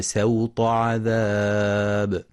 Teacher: وفي قوله سبحانه فصب عليهم ربك سوط عذاب يخطئ من يقرأ سوط بالصاد صوت، والصواب أنها بالسين مع مراعاة تفخيم الطاء بعدها والحذر من سحب التفخيم للسين